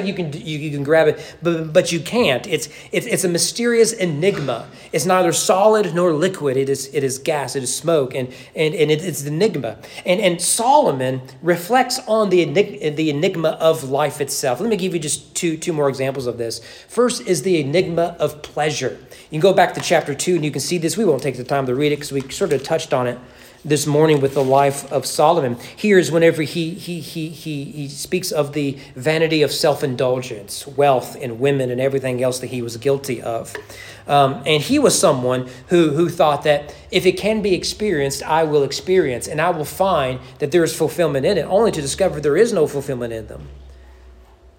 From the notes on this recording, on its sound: Sermon preached at East Frankfort Baptist Church during evening worship